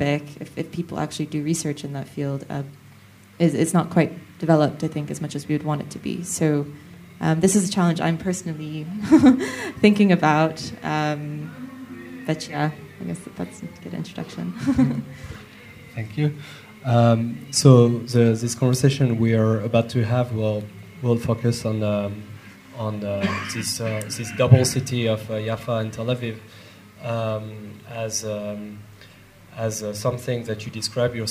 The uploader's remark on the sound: Conversation recorded live. At Columbia University Studio-X in Amman.